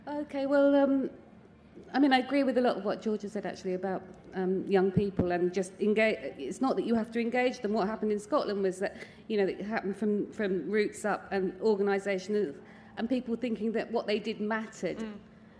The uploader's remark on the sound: Live from Latitude. Brings you the highlights of our live events from the literature tent at Latitude festival.